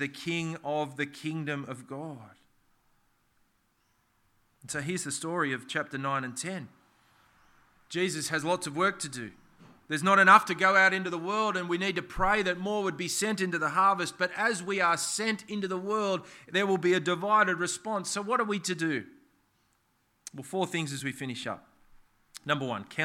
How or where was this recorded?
large echoing room